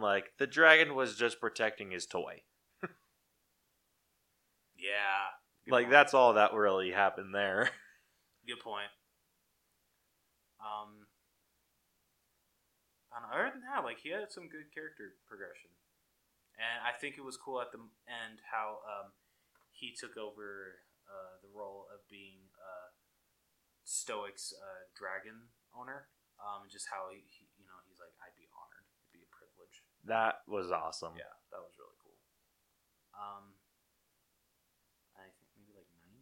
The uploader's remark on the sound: we do run into little technical problems so please forgive the audio quality this episode